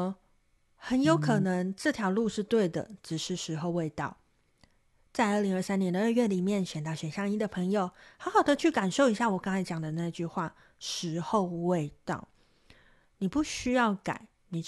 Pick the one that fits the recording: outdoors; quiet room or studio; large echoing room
quiet room or studio